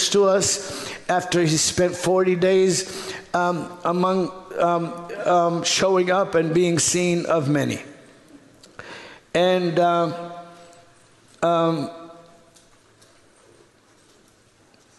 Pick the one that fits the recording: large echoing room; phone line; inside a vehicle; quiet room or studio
large echoing room